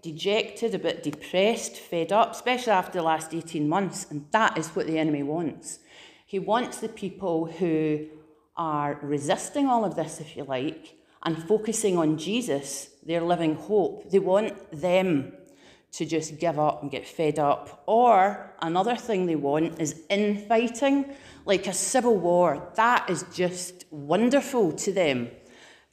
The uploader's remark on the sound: Preached at Living Fountain 31st October 2021